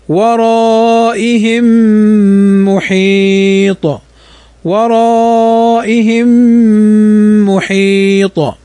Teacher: ميم ساكنة بعدها الميم، فهذا إدغام متماثلين صغير